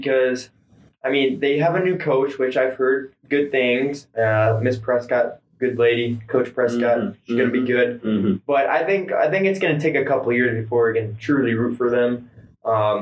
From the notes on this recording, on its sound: This episode may be some terrible audio quality. We had lots of audio troubles.